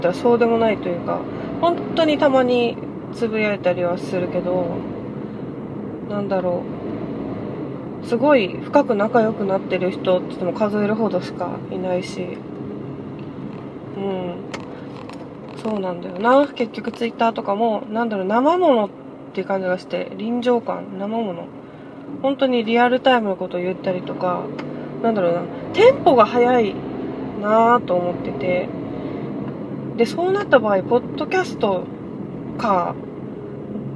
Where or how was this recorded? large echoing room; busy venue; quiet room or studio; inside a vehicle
inside a vehicle